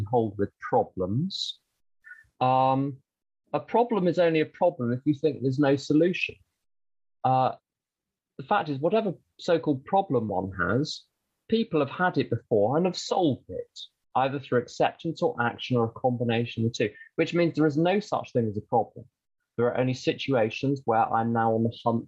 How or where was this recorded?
video call